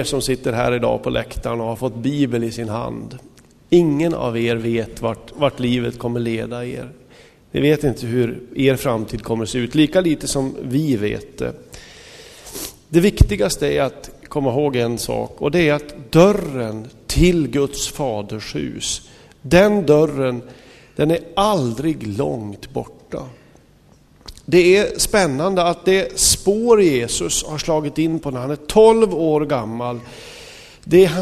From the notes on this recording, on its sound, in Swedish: Inspelad i Smyrnakyrkan, Göteborg 2005-05-08.